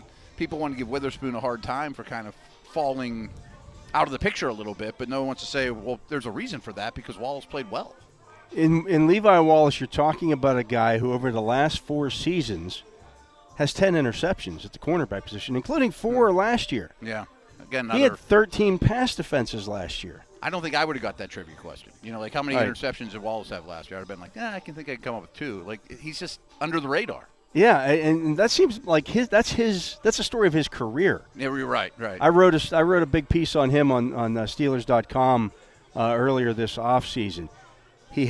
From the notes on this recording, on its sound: live from day 5 of Steelers' OTAs from the UPMC Rooney Sports Complex